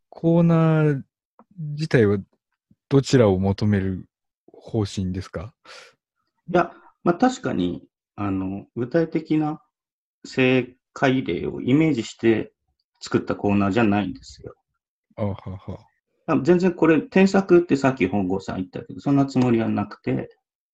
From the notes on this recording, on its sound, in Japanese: 収録地：それぞれの家（ZOOM収録）